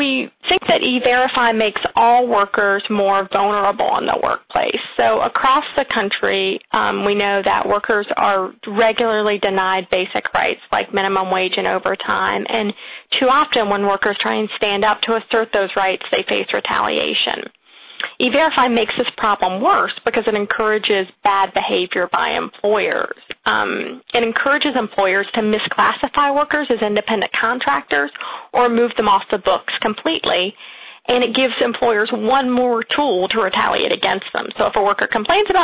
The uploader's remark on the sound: Rights Working Group held a conference call with experts.